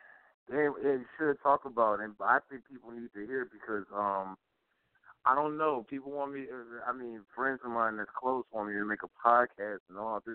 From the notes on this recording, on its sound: Calls in at the 11:15 mark for a live phone in interview. Coming at you live from Saint Paul, Minnesota. Phone lines open then.